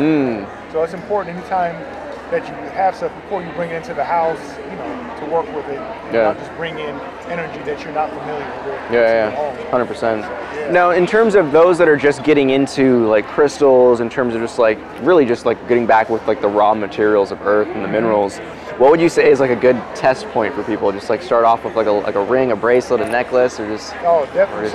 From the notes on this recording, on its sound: We continue our chat with some very interesting vendors at the Emerald Spiral Expo in Kent, Washington.